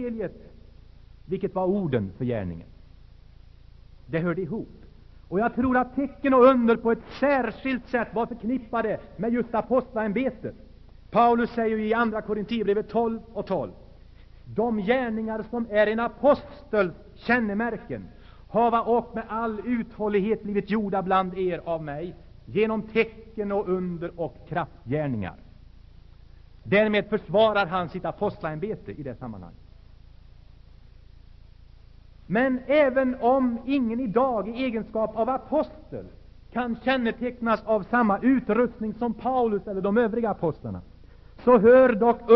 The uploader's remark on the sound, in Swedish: Inspelad i Saronkyrkan, Göteborg 1980-10-19.